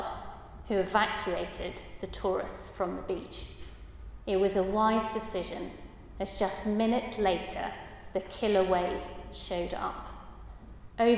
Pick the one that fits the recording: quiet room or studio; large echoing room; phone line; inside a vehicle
large echoing room